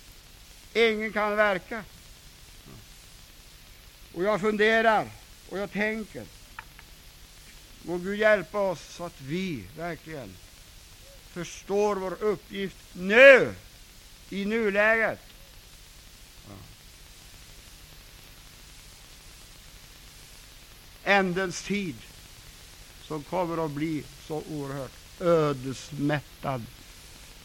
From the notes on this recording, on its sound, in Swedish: inspelad 26 oktober 1999 kl 19 på Bällsta Missionscenter